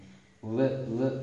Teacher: දන්ත ඔට්ටජ. ඒ කියන්නේ දත් සහ තොල් උපකාරයෙන් තමයි වකාරය කියන්නේ. ව ව කියන්නේ ව ව කියනවා දත්වල හැප්පෙනවා තොල්පට වලනේ.